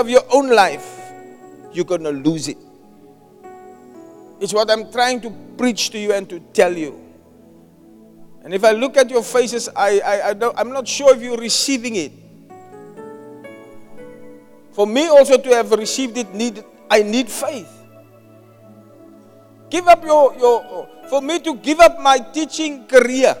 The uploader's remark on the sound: Preached at Zion Sanctuary, Cape Town on the 14th January 2024